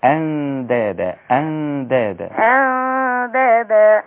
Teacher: الغنة تبدأ من النون مش من الألف